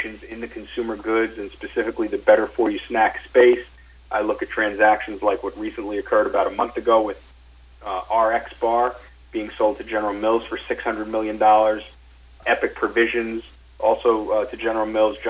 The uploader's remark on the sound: NightFood Investor Conference Call